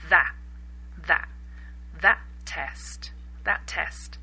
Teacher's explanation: The first T almost disappears and the A has a hard sound.